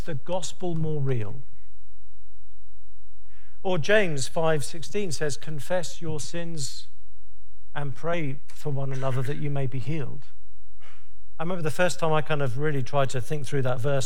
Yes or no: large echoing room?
yes